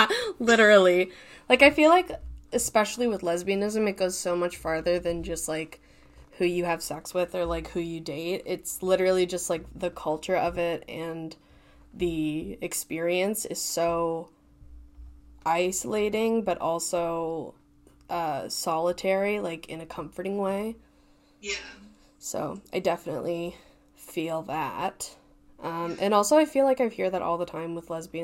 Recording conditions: poor sound quality